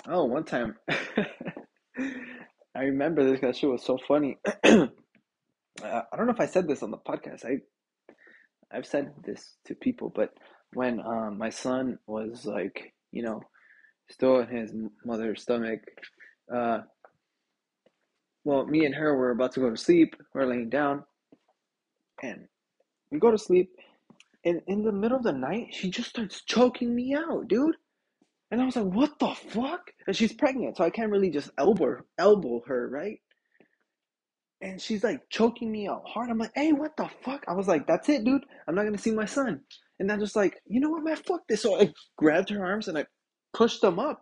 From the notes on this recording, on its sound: internet issues so bare with me.